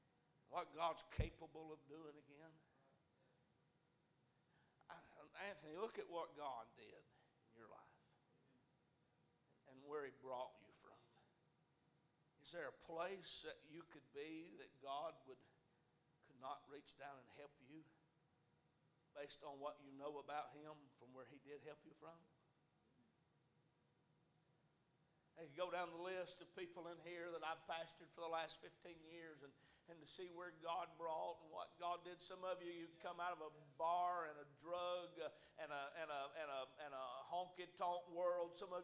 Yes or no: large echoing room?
yes